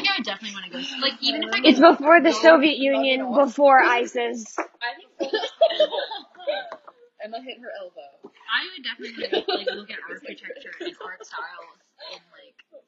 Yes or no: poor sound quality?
yes